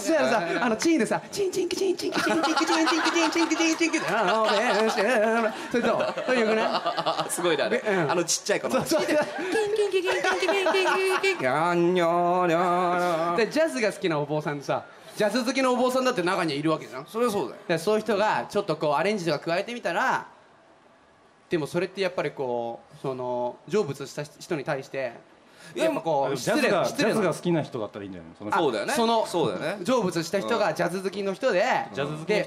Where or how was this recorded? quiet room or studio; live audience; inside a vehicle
live audience